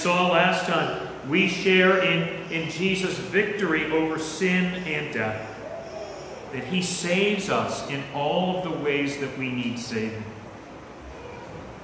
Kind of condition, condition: setting, large echoing room